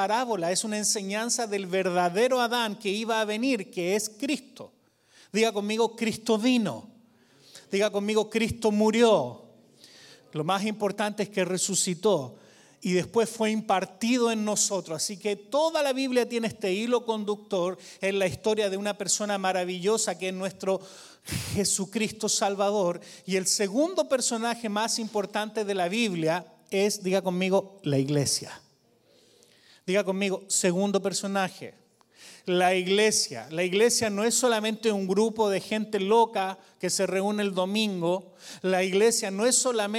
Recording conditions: large echoing room